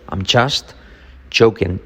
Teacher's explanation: La T de just casi no se dice.